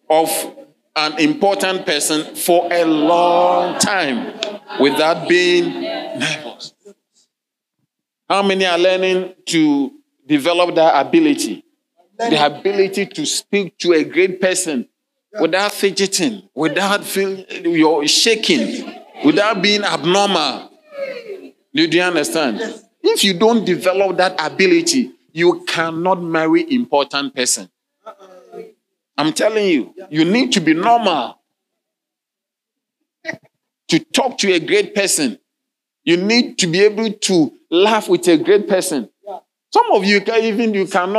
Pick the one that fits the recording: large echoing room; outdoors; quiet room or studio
large echoing room